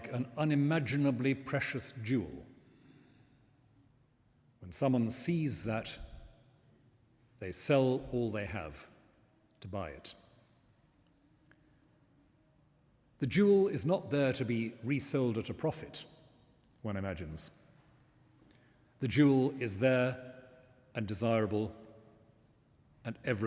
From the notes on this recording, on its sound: The talk was delivered this week in St Martin-in-the-Fields, in central London, as part of its autumn lecture series, “What am I living for?”, in partnership with the Church Times.